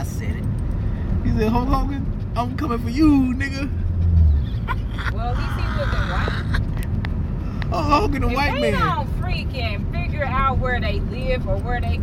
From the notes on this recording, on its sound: We talk nonsense in the car while Marley the dog freaks out in the back seat.